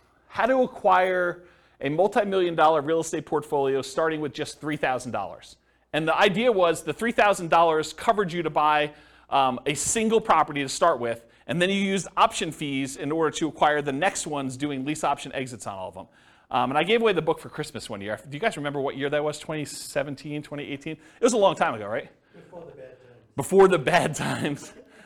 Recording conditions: live audience